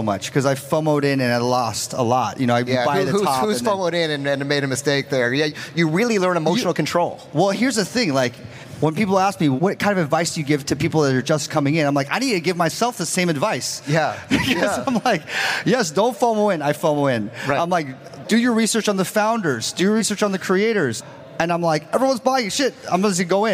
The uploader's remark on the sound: a keynote discussion coming straight from NFT LA